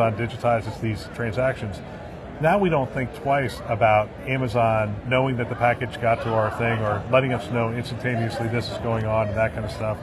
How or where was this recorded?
busy venue